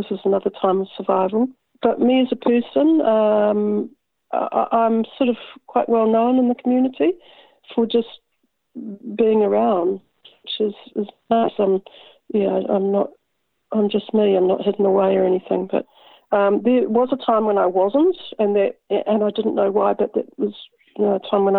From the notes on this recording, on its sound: Recorded in the first days of the New Zealand Covid19 Lock down. Following all the rules interviews contacted over the telephone.